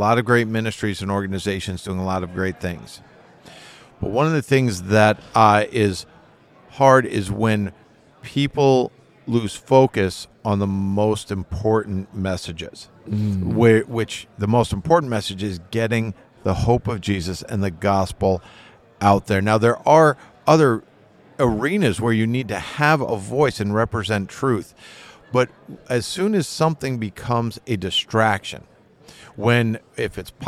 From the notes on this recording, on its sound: On the Road. Live at NRB 2023 (National Religious Broadcasters Convention).